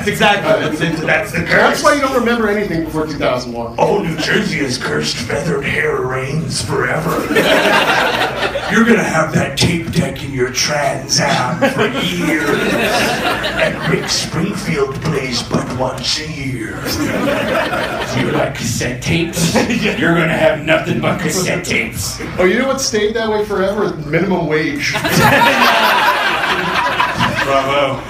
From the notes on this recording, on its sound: Live from Atlanta! Recorded at the Punchline in April of 2017.